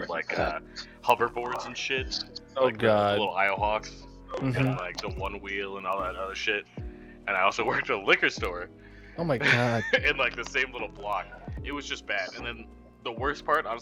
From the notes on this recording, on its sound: We will have better audio quality next time. Audio in background is Valheim.